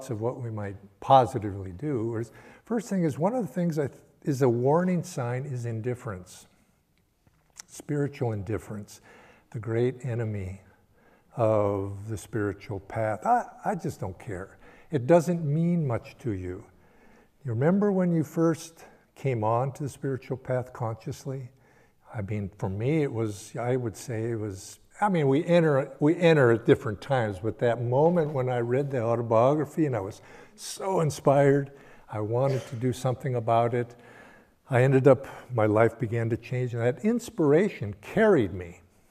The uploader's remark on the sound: Sunday Service talk. Recorded at Ananda Village.